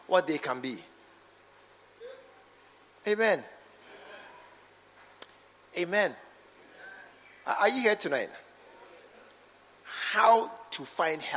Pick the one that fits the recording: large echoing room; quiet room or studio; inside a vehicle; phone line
large echoing room